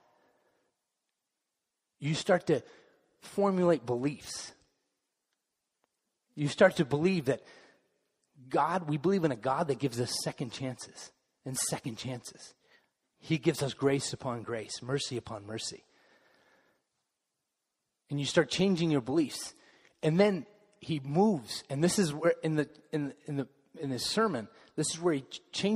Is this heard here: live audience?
yes